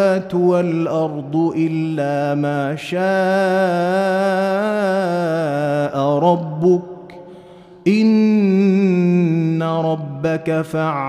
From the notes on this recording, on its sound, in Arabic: مسجل من صلاة التراويح بمسجد السلام بحي مشرفة.